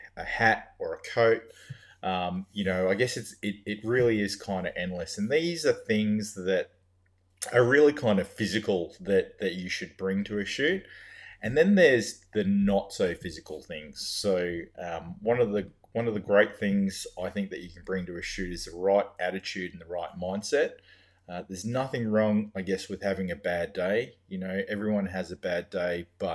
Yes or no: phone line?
no